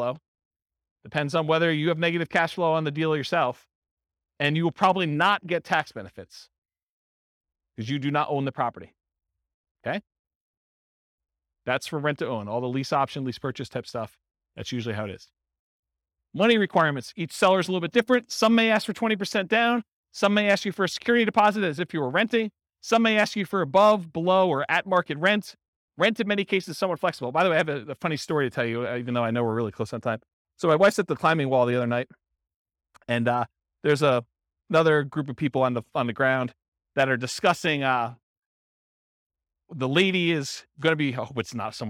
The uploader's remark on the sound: This was a live class recorded